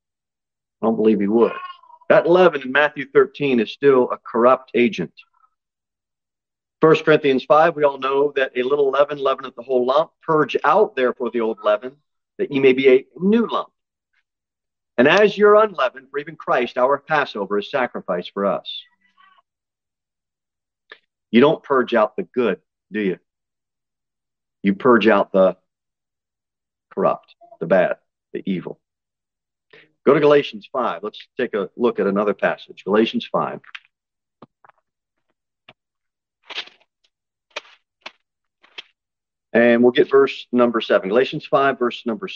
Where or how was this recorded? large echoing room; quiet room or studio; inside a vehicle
large echoing room